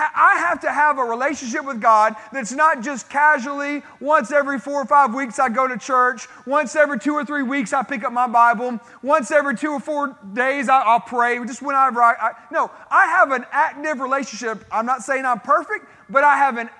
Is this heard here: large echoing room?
yes